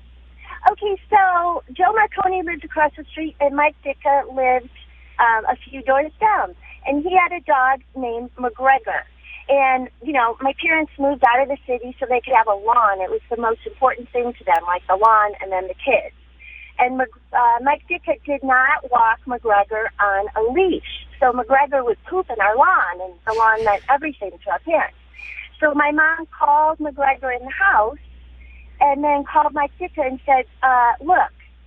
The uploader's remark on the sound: We asked for people that had met him to call in and tell us about it and Driver Nation came through!!!!!